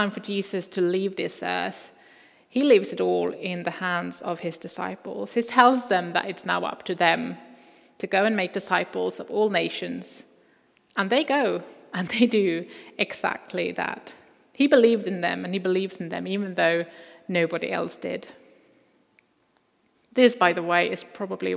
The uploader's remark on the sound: Recording from Immanuelskyrkan Skövde.